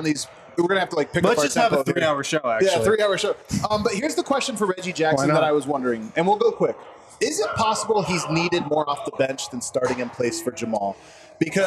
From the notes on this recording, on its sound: Live from the Basketball Social House in Denver.